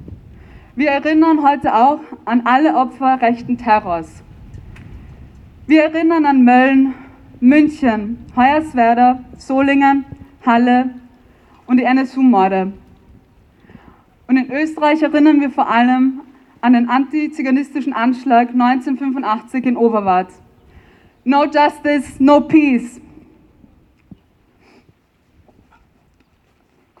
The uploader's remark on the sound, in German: Hanau-Gedenken in Wien. Ungekürzte Aufnahme der Reden auf der Gedenkveranstaltung.